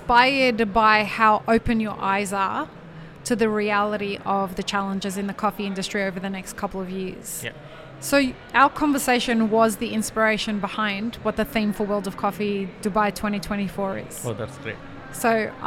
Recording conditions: busy venue